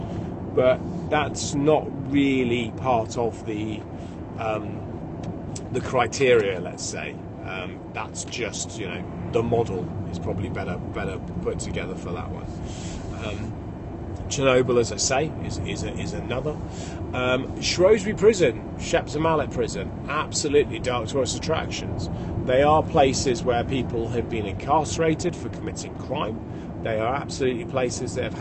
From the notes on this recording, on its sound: Early morning drive to Somerset. I do not usually drive early hours in the morning to Shepton Mallet Prison, I prefer to travel down the day before, but it is a beautiful spring morning, so I will not complain too much.